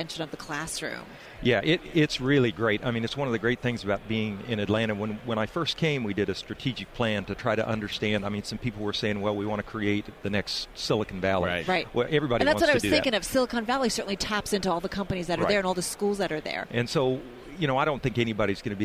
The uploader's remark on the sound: From Radio Row in Atlanta